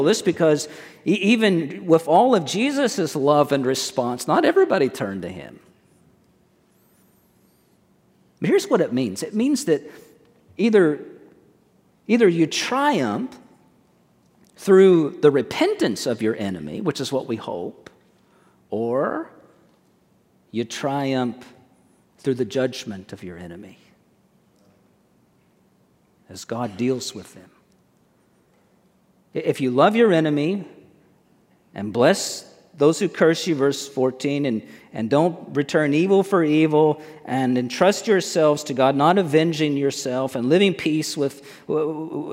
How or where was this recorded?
large echoing room